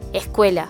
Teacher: That means you'll hear an H sound rather than the typical S sound · Term: aspirated